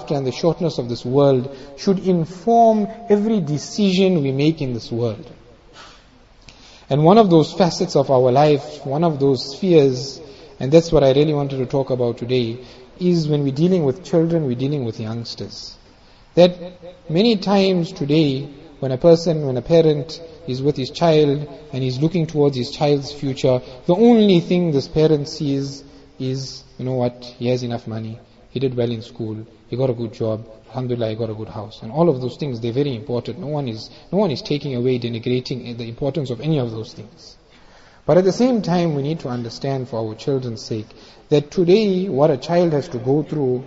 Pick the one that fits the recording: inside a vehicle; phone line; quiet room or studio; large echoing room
large echoing room